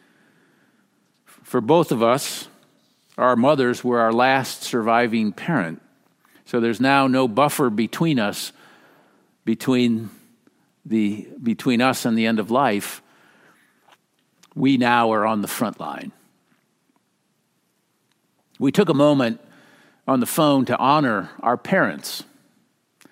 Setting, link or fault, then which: setting, large echoing room